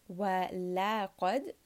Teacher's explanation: lam is going to be light, qaf is heavy, dal is light